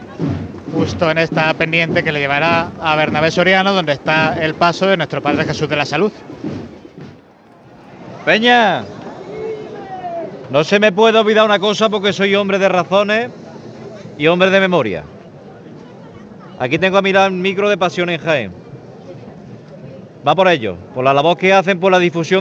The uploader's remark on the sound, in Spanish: Retransmisión en directo del Domingo de Ramos en Jaén en el año 2023. Procesión de la Hermandad de Salud y Paz (Borriquilla) desde su salida hasta el paso por carrera oficial.